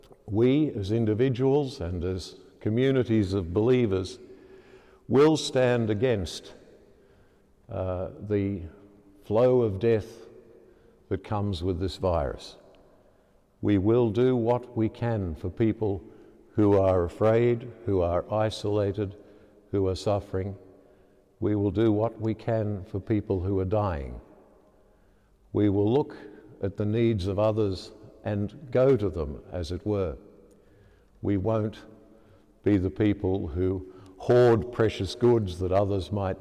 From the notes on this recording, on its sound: As preached during the live-streamed 9.30 am Mass from Sacred Heart Cathedral, Hamilton.